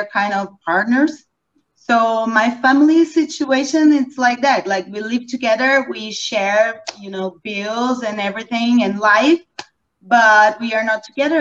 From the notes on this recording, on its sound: Replay of the Defining Family panel from the 2022 Virtual Childfree Convention live stream.